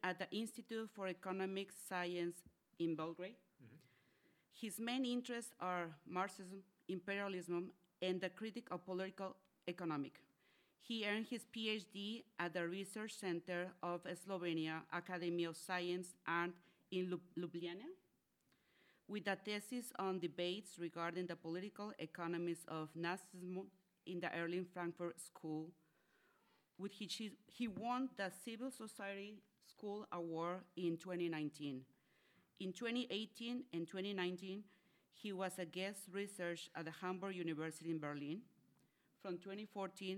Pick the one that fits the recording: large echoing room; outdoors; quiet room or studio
large echoing room